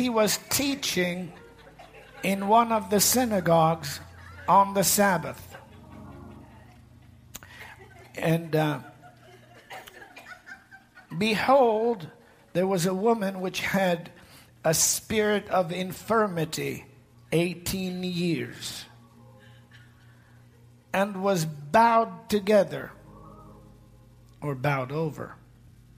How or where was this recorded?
large echoing room